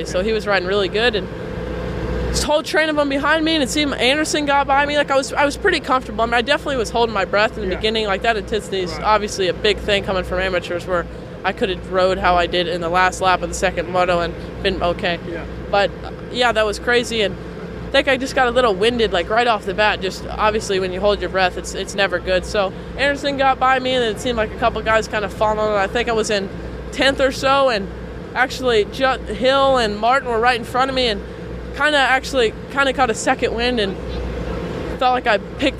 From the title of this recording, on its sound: Budds Creek 2013 Post-Race Interviews